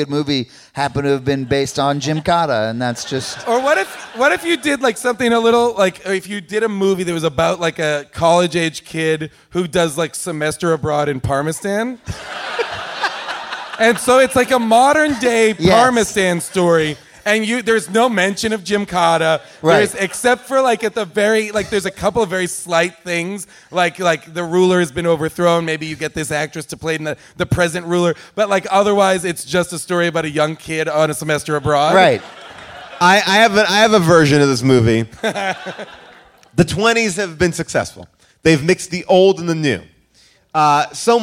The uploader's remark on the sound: Recorded live at Largo in Los Angeles